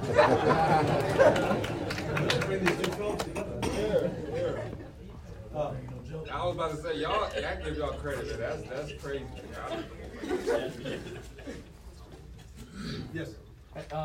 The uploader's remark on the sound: Live Q&A for the media screening